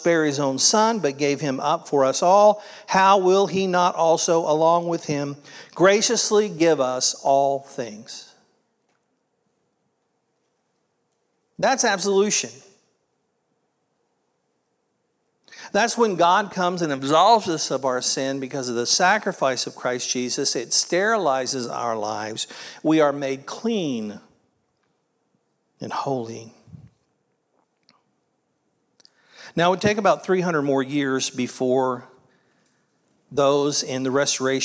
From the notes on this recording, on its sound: This was originally recorded at Palestine Church of Christ on Aug 20th, 2023.